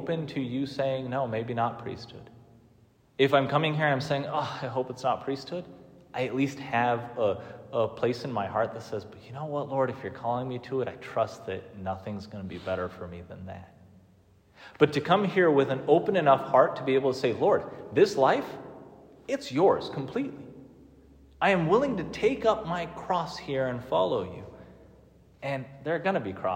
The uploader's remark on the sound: Preached on the move in day for the propaedeutic seminarians at Mount Angel Seminary. The bells for the monks were ringing like crazy during the readings and stopped at the Gospel.